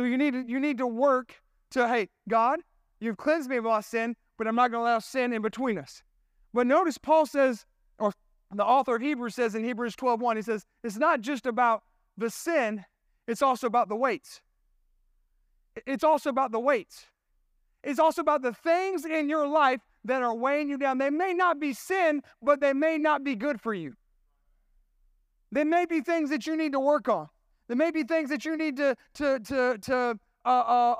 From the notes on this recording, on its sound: This sermon was recorded at Family Worship Center in Columbia, SC on Sunday, July 16, 2023.